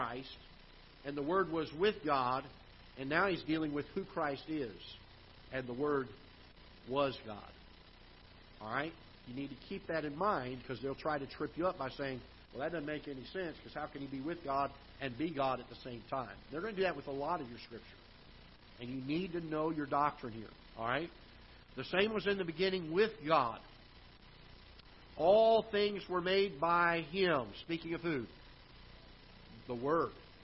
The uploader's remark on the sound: Ketha Heights Baptist Church ~ Live Broadcast